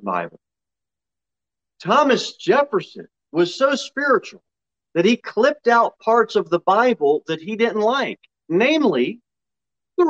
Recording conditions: large echoing room